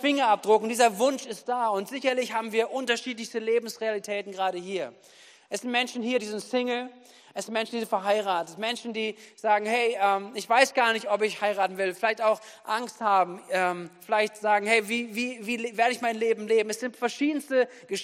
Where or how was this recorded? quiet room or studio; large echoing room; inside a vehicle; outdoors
large echoing room